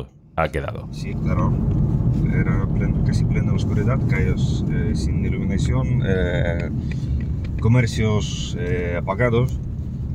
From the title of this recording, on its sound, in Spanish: En coche por Ucrania